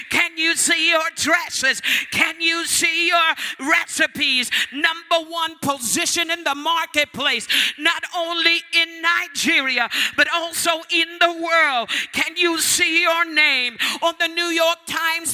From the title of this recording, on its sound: Word Explosion Conference, 2019: Day 3